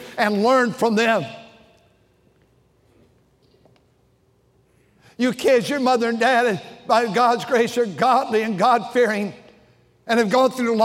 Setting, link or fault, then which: setting, large echoing room